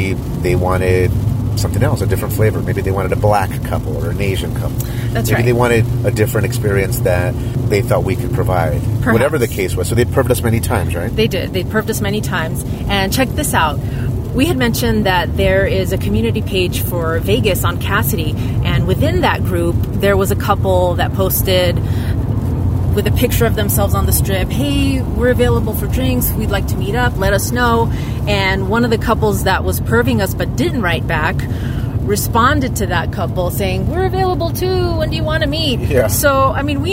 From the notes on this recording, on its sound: We recorded this audio in our car while traveling from Las Vegas back to Los Angeles.